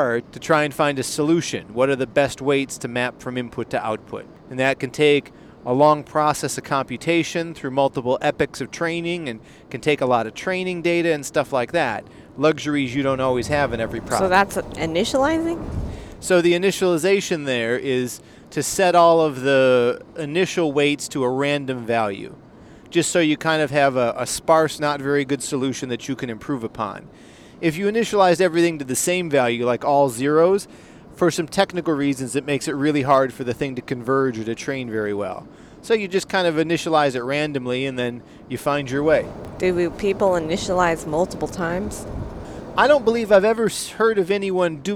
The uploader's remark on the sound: On a long car ride